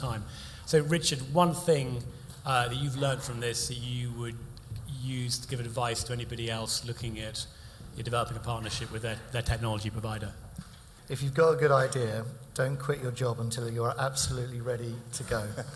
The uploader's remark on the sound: Three more “sofa sessions” in the second extract from of our “MGA, the new frontier for Insurtech” evening event recorded live at The Steelyard London.